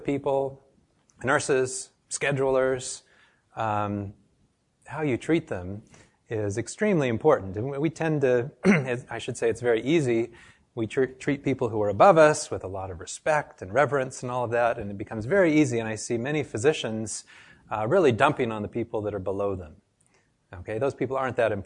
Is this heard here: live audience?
yes